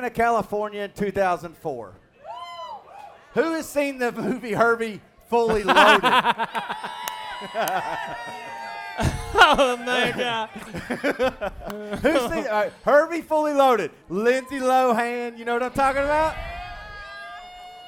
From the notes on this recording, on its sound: Live from Ole Red in Nashville. It was live, in a bar full of beverages.